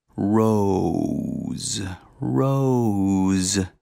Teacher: The diphthong has two vowels rapidly expressed, O and U.